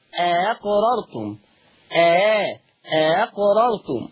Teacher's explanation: ورش عن نافع يقرا الهمزه الثانيه بالتسهيل أقررتم، أقررتم، او يبدل الهمزه الثانيه حرف مد.